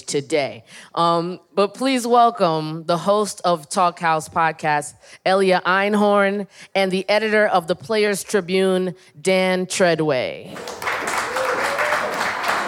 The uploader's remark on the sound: This week, we're revisiting a unique talk recorded at last year's On Air Fest. On Air is a rad festival devoted to audio storytelling and the creative possibilities of sound. Recorded earlier this month in front of a live audience at On Air Fest at the Wythe Hotel in Brooklyn.